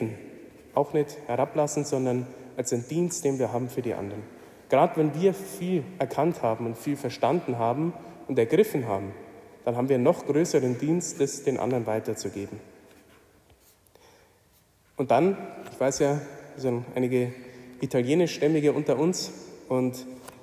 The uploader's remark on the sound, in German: Die Predigt hielt ich bei der "Nacht der Anbetung" in Wolfsburg.